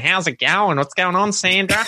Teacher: the really rural accent where, you know, we have this much more nasally thing going on and longer vowels and, you know, so it's a lot more drawn out.